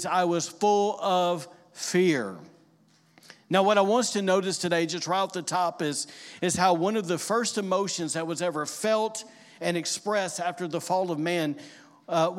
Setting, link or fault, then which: setting, large echoing room